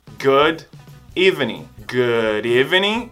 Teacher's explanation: Esse D vai ficar quase um R de arara, aranha.